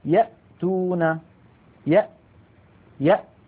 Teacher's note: فالهمزة والهاء تخرج من أبعد منطقة من الحلق، وقد سماها العلماء كما رأينا أقصى الحلق.